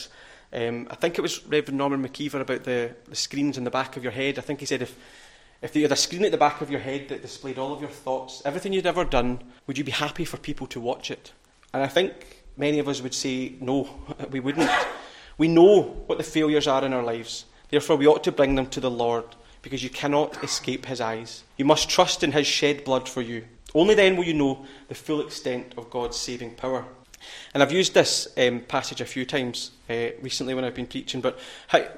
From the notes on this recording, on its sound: recorded at North Harris Free Church on the morning of Sunday, 5th November 2023